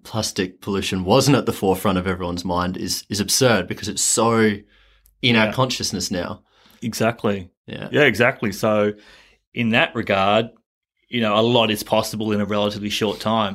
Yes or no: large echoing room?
no